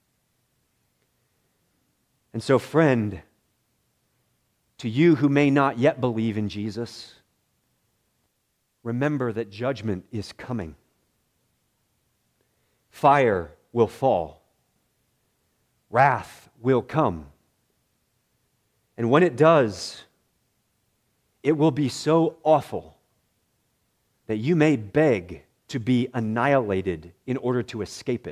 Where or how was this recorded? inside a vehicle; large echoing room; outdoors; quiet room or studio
large echoing room